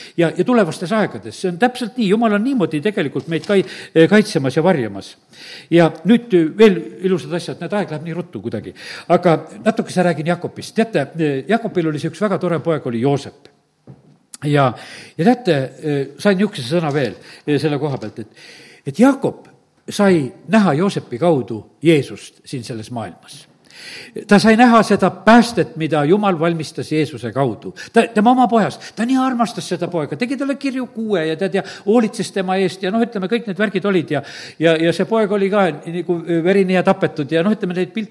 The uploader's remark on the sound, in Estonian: Audio salvestus koosolekult.